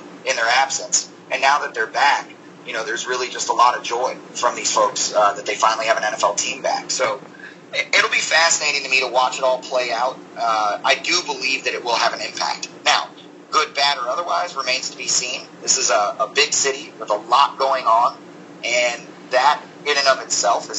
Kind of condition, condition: fault, poor sound quality